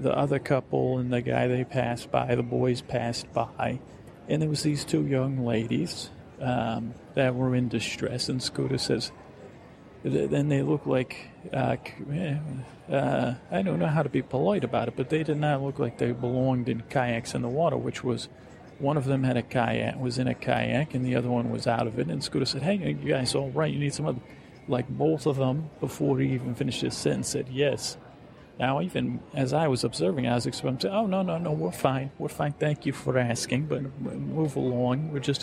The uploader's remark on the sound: this is a real experiment as it was all recorded at airports